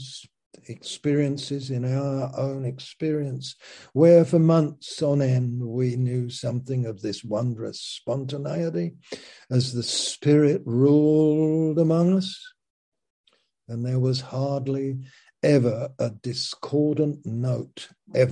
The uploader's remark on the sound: Zoom - Teign Valley Sessions